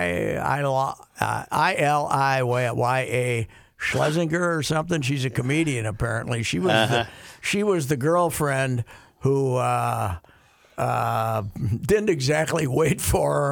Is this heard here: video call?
no